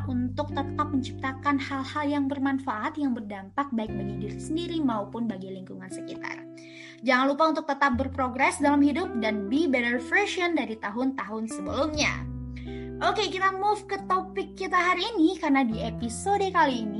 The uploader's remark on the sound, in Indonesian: Situasi pandemi yang belum usai menyebabkan wawancara tidak dapat dilakukan secara langsung dan tatap muka. Oleh karenanya perbincangan ini dilakukan secara daring melalui aplikasi Zoom Meeting. Upaya terbaik telah dilakukan agar percakapan ini dapat didengarkan dengan jelas.